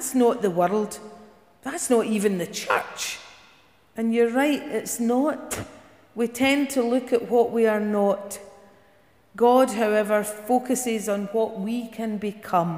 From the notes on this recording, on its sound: Service recorded in Giffnock South Parish Church